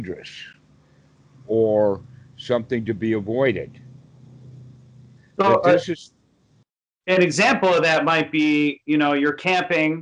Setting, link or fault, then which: link, video call